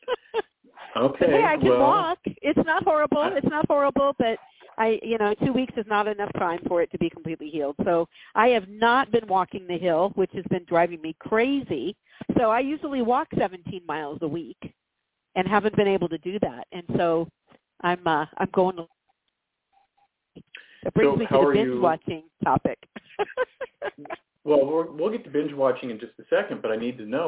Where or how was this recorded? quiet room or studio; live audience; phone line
phone line